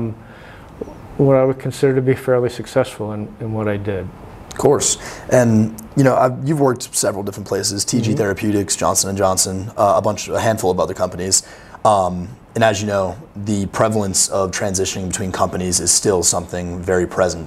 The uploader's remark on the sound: recorded at the 181st Convention in Lubbock, Texas